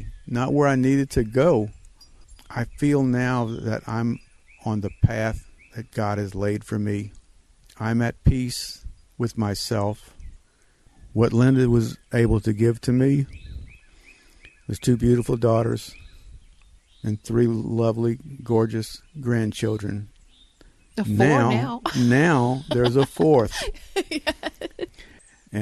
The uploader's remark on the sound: Due to the lock down we aren't EXACTLY on a trail, however my front porch and the 12 feet mic cords did the trick. Welcome to my front porch, the beautifully LOUD birds, and a story of renewal.